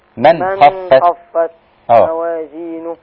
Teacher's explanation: ما تغنش النون، نون ساكنه · Term: إظهار